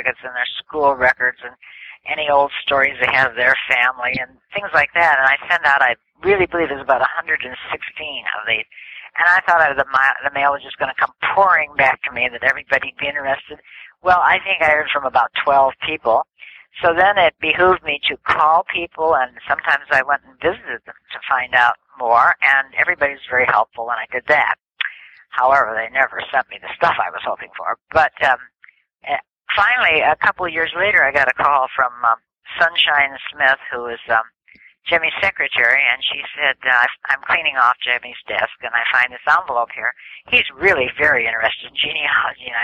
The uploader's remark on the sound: This telephone interview is being brought out of the archives.